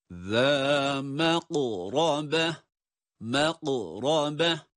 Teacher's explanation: gaf kalın ama cezimli geldiği için yine kalkale harflerinden de olması itibariyle kalkale yapıyoruz.